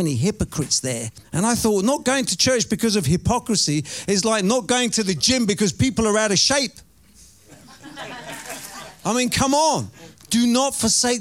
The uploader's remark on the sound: Preaching at Oasis Church, Watford, England.